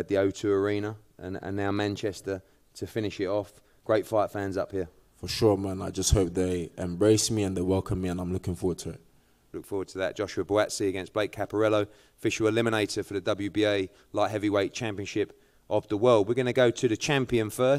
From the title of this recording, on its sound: Nov 2 launch press conference